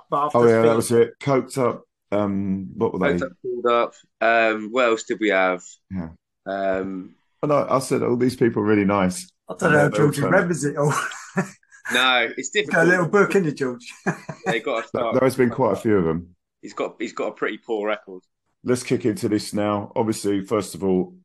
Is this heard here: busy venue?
no